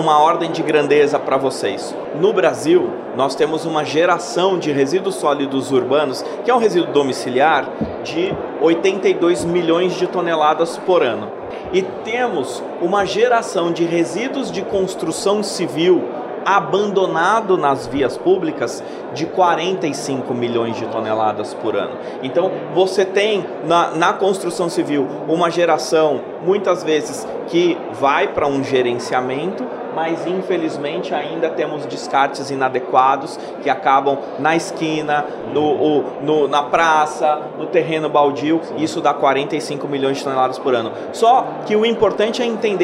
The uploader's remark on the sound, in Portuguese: A gravação aconteceu durante a 2ª edição do Simpósio Cidades Inteligentes, realizado pelo Crea-SP, em parceria com o Confea e Mútua-SP, nos dias 4 e 5 de agosto, na cidade de Santos, litoral de São Paulo. O evento reuniu profissionais do setor e membros do poder público.